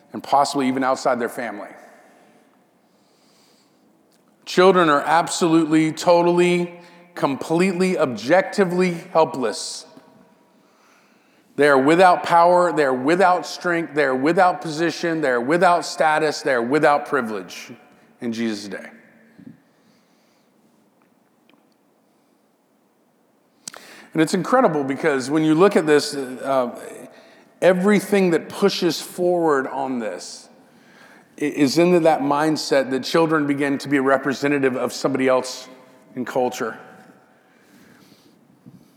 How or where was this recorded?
large echoing room